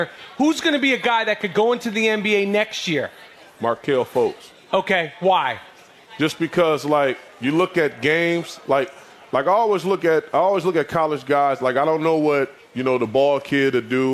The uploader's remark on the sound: Recorded LIVE in front of a packed crowd at TuneIn Studios in Austin, TX!